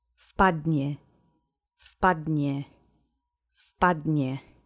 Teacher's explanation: although it starts with a V, we're going to shorten it in speech. It sounds like F